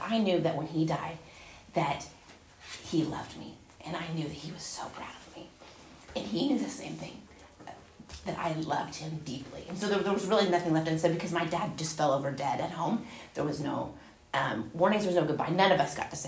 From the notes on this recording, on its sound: Recorded at Union Church.